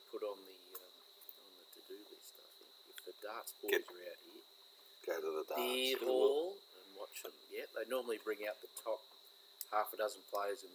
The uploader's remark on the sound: Largest Southern Hemisphere MAN CAVE. Oh yeah the noise you can hear is the crickets its all part of the atmosphere.